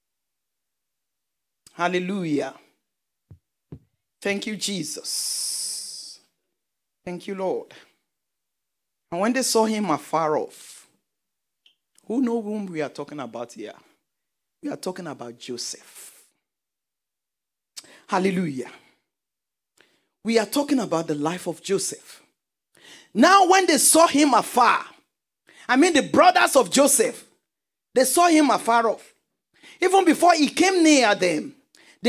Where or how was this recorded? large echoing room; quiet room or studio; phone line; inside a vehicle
large echoing room